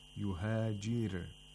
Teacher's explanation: يُهَاجِرْ، the ra is pronounced with tarqiq because the ra is sakin and is preceded by a letter with the kasra. So we have to pronounce the ra with tarqiq, with thinness.